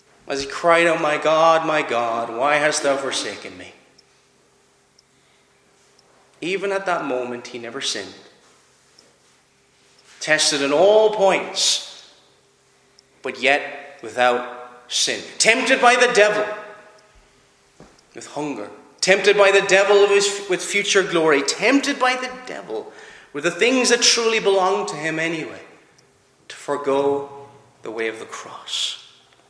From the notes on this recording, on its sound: Preached at Clare Reformed Presbyterian Church